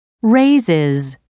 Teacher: raises ends with a new syllable, pronounced is